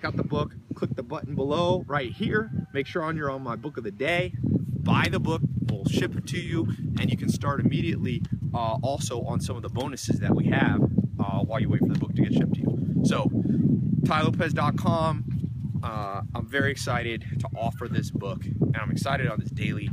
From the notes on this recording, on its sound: For Thanksgiving, I visited the Amish and …'s farm in Virginia and I read "Bounce" again on the airplane and recorded a video for you out in the snow by the chickens and pigs.